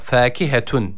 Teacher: Burada güzel H dediğimiz mide boşluğundan gelen H var.